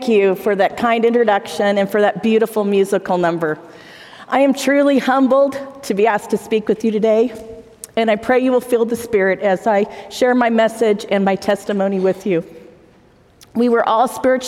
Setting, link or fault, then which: setting, live audience